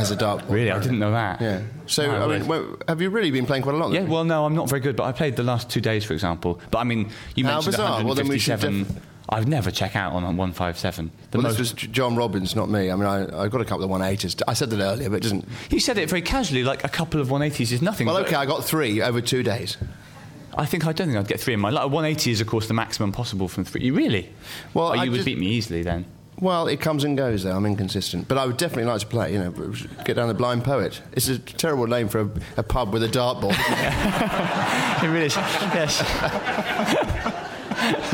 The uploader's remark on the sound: Edinburgh festival podcast: The Guardian Live at the Gilded Balloon. Joined on stage at the Gilded Balloon in Edinburgh.